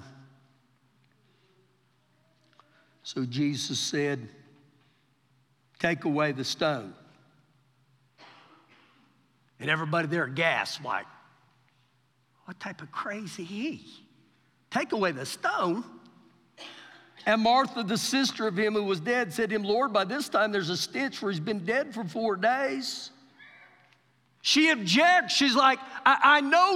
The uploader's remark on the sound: Recorded live during our Wednesday night service